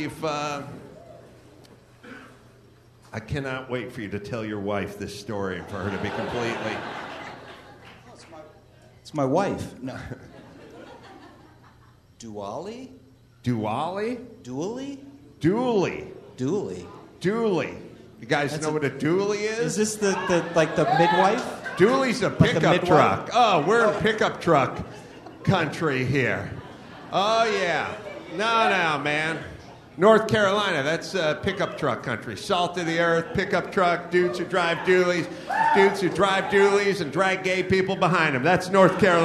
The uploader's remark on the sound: Live From Raleigh, NC